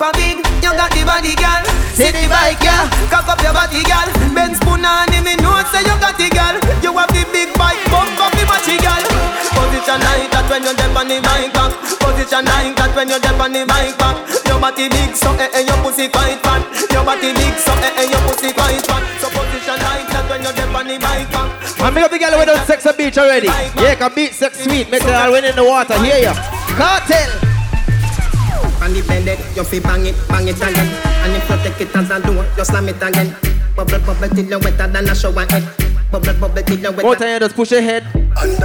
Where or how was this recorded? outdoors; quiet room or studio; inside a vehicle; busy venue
busy venue